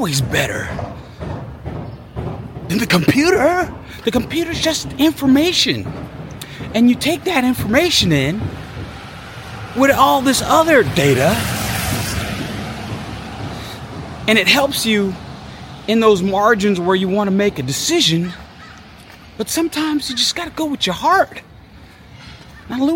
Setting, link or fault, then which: setting, outdoors